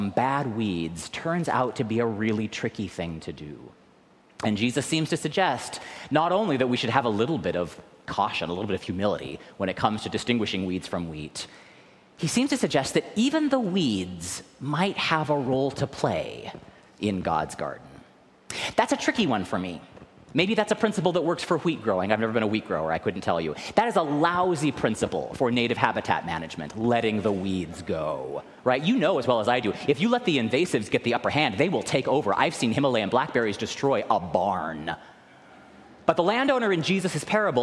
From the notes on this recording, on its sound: recorded live at the 10:00am service